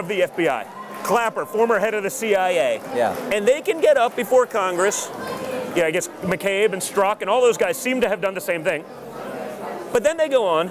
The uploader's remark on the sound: LIVE FROM CPAC